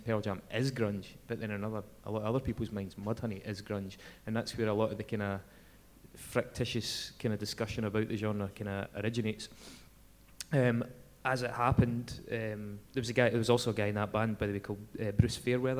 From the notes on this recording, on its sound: We recorded this live at The Flying Duck in Glasgow and a great time was had by all. There were laughs.